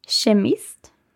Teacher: So it's not K anymore, it's SH.